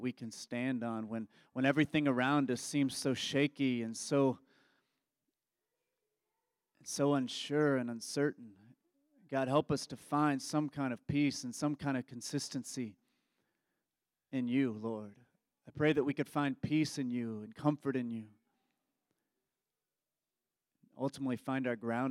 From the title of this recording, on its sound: Embrace Sunday Gathering (May 7, 2023 at 11am) Embrace Church, Lexington, KY